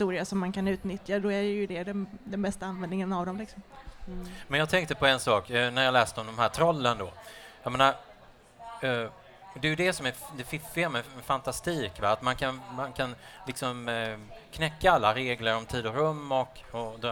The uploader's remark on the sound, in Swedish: Bokmässan live. Fantastisk Podd Live på Bokmässan i Göteborg 2015.